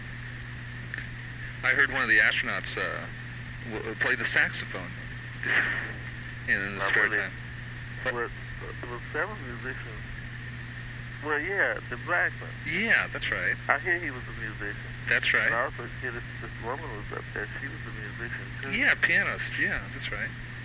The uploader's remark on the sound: Phone call. The house in Philadelphia.